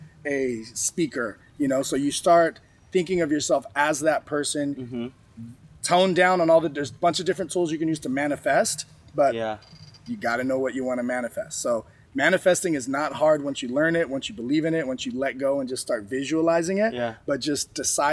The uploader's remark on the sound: Today we are coming to you from the Dominican Republic. During a trip with Page Events, we stopped by the ocean to record a new episode.